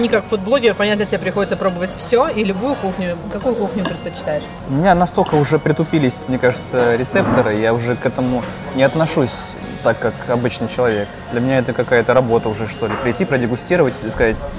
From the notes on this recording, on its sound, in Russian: Выпуск записан в ресторане Branch & Bowl в формате мукбанг